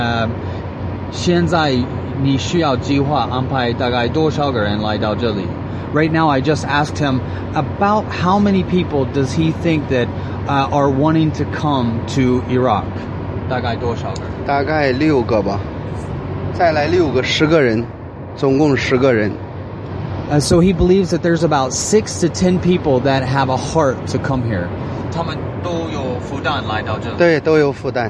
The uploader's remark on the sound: While riding in a vehicle traveling just along the border of ISIS controlled territory from eastern Iraq to western Iraq.